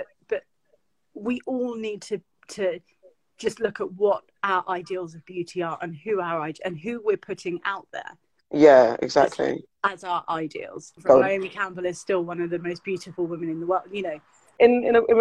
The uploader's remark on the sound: as part of our lockdown Instagram Live sessions